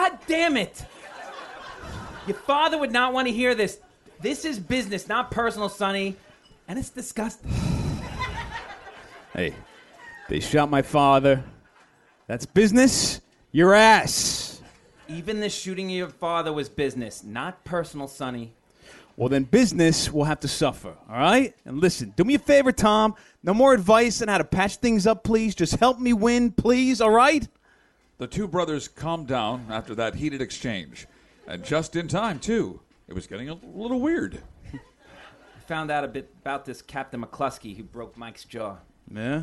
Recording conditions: live audience